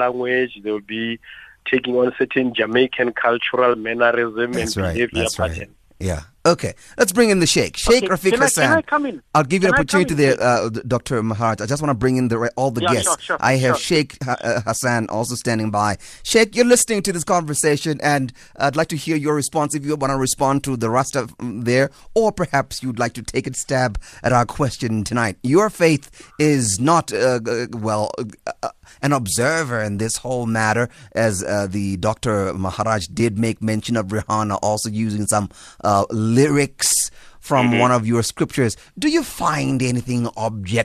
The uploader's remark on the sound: Guest on the phone